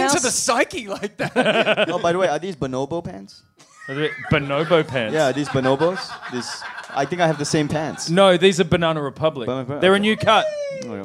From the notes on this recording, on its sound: Recorded LIVE at Union Hall in New York on August 2, 2017.